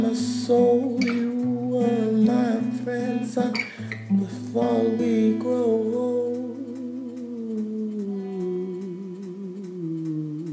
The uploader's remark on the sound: i recorded this on my iphone